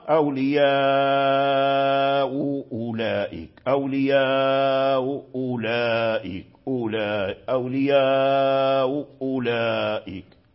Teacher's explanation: تسهل الأولى مثل مكسورتين، فيقرؤون أولياء أولئك أولياء أولئك أولياء أولئك، فيسهل بين الهمزة والواو، فلا هي واو خالصة ولا هي همزة خالصة